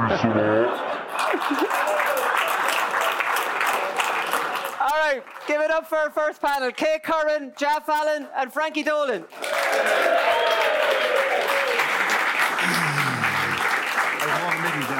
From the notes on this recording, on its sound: The GAA Hour live from Roscommon.